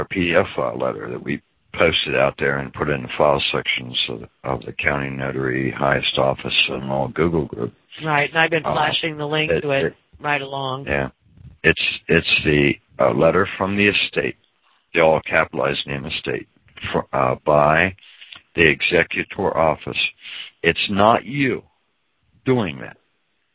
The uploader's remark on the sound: Audio call from around 2014